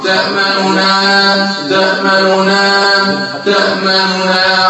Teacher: لكن بقى ما تقفش عن ضمة النون قوي، ما تقولش تأمننا، لا. ضمة سريعة سريعة بيسموها اختلاس الحركة وبيسموه روم. والروم هو النطق ببعض الحركة